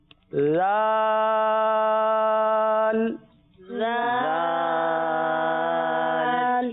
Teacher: آپ کی زبان کی نوک یا زبان کا سرا اوپر کے دانتوں کے اندرونی کنارے پر لگ رہا ہے کہ نہیں. صحیح نا، زبان لگ رہی کہ نہیں.